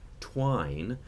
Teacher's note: the W sound requires lip rounding, and so you're going to lip round the T while you're saying it. So you're not going twine, you're going twine, and your lips are already in that W place.